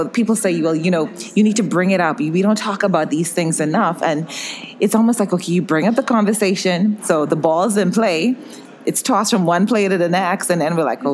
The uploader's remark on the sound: LIVE from Graham Sessions 2019 in Austin, Texas